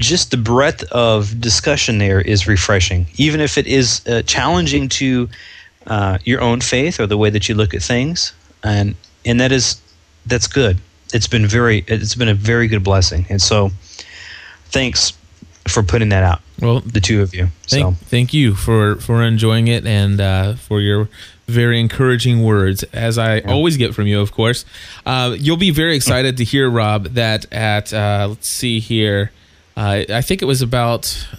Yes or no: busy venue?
no